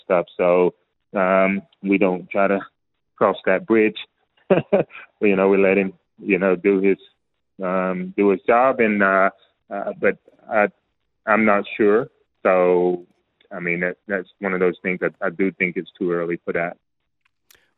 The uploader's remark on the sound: jumped on the phone to chat